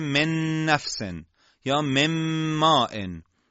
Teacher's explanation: ادغام نون در دو حرف نون و میم با غنه همراهه